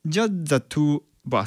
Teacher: of us って言ってるんですよね。はい、え、バースってどこって多分なったと思うんですけども、これ何が起きてるかというと、最初の Just まずね、注目していきましょう。まずこの Just の最後の T の発音ですね、この子音の T が消えてるんですよ。なので Just the は Ja-za に聞こえてしまうんですよね。そして最後のこの、Ofus、この Of us もその Of のこの終端の V の発音っていうのと Us のこの頭の U が密着して Of us ではなくてバースにこれ変化してるんですよね